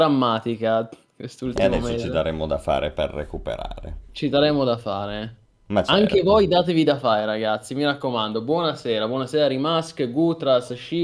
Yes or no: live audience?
no